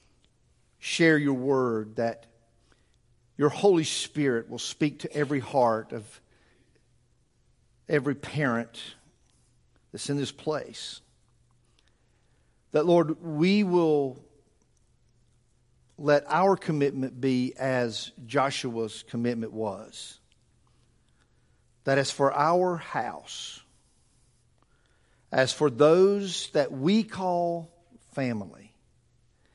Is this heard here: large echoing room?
yes